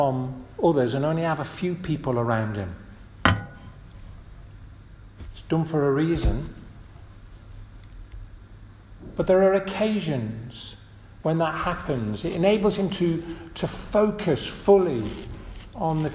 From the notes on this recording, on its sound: This audio recording was taken from the 1:30 Communion service at St Matthew's Church, Stalling Busk on March 12th, 2023